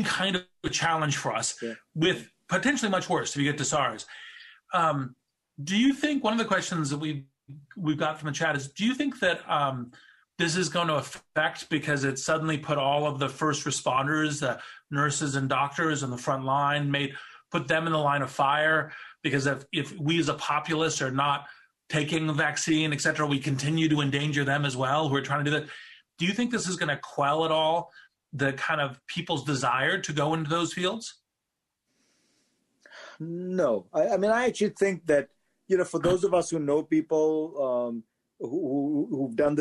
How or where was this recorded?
video call